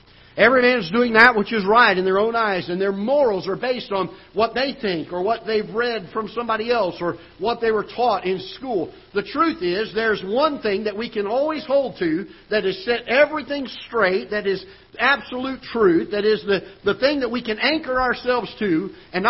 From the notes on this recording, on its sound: Ketha Heights Baptist Church ~ Live Broadcast.